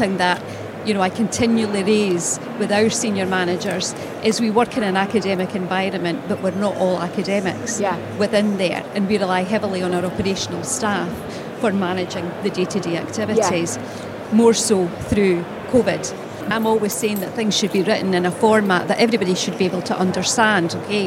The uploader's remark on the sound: In this episode, we drop in on a panel debate. Recorded in the Operational Excellence Theatre at Safety & Health Expo in May.